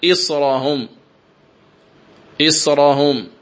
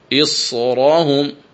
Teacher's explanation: من مستثنياتها أولا، قال المستثنى الأول: إذا كان الساكن، إذا كان الساكن أحد حروف الاستعلاء الثلاث، الصاد أو الطاء أو القاف، مثالها في قوله تعالى: إصرهم، إصرهم، لاحظ هنا الراء سبقت بساكن وقبل الساكن مكسور، لكن لما كان الساكن حرف استعلاء وهو الصاد فخمت فيقرأها ورش كباقي القراء، إصرهم.